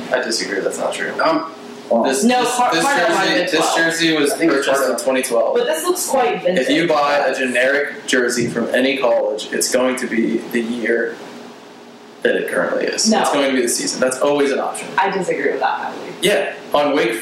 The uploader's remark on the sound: This is the first episode we did while filming video. Our audio did not record correctly so we had to extract the audio from the video camera.